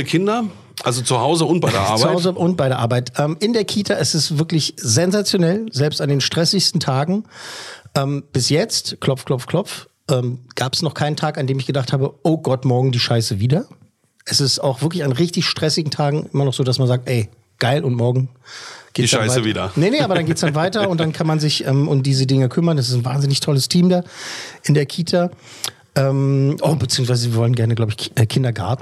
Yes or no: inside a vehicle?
no